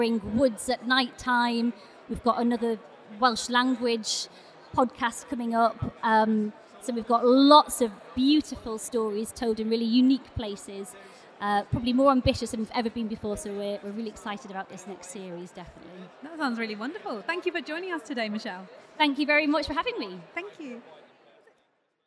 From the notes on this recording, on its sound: Live In London. At The Podcast Show in London.